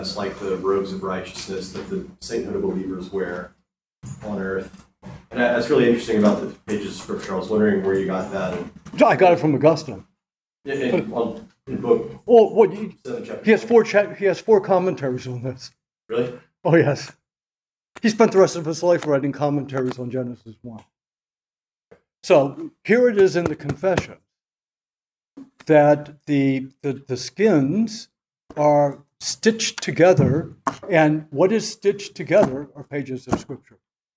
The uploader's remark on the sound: At the Dominican House of Studies in Washington, D.C., as part of the 2023 Civitas Dei Summer Fellowship. This lecture was given on June 14, 2023, at the Dominican House of Studies in Washington, D.